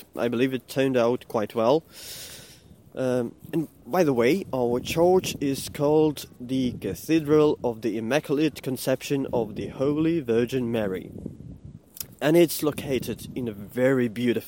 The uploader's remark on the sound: In this episode I am walking to my office